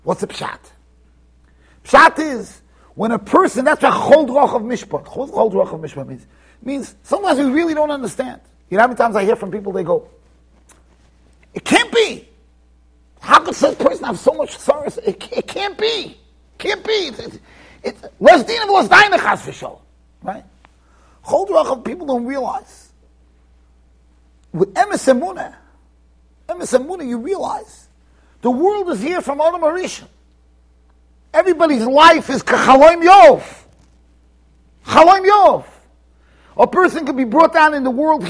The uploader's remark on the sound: Shiur recorded in Yeshivas Ohr Reuven, Monsey NY.